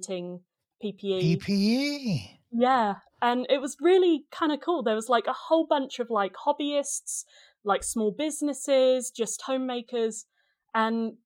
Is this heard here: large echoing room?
no